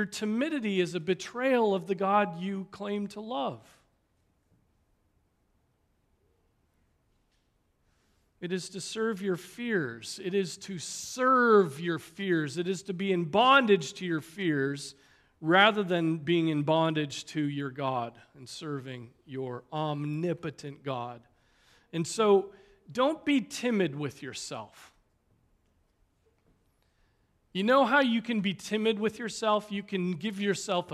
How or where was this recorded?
large echoing room